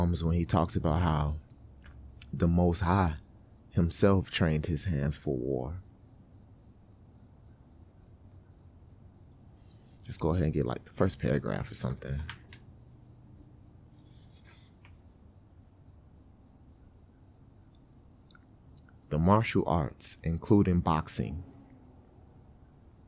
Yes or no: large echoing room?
no